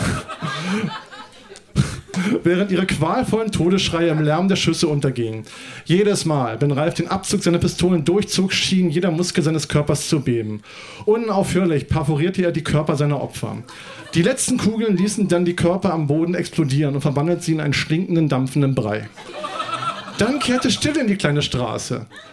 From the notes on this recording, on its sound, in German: Texte von gestern“-Liveshow. Im Monarch, Berlin. Heißen Dank an den Monarch, unser tolles Publikum.